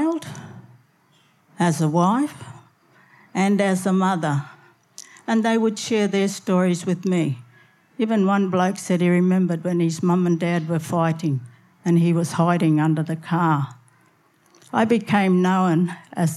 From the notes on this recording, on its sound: SPUN: True Stories Told in the Territory is a live storytelling event that showcases some of the extraordinary people and stories that make up the Northern Territory. Popping up at different venues across Darwin, working with a range of partner organisations with a different theme each time, SPUN brings to light stories from diverse backgrounds. Told at our event at Darwin Festival in 2018.